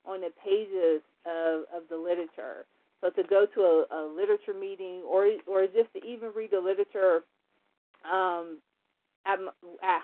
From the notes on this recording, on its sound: 100 Pounders Phone Meeting.